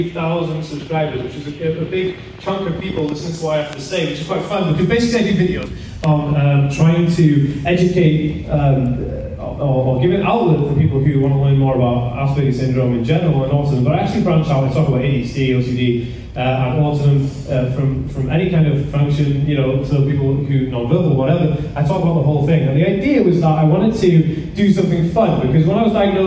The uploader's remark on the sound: This was taken from a live talk I did for the Autism Directory in Wales.